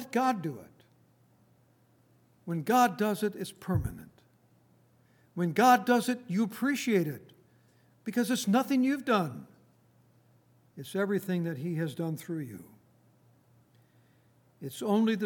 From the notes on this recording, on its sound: Recorded on February 3, 2019, at Grace Bible Fellowship in Front Royal, VA.